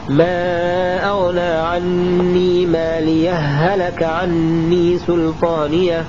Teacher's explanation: إدغام الهاء الأولى في الثانية فننطقها هاء واحدة مشددة